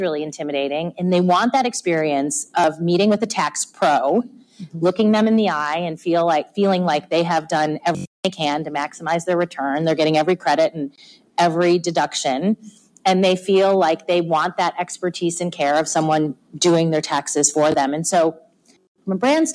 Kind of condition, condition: setting, busy venue